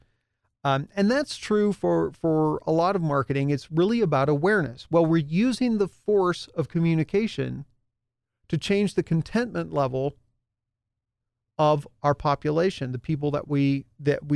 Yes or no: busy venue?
no